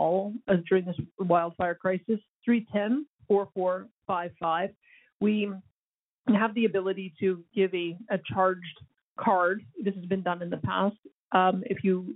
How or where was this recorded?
phone line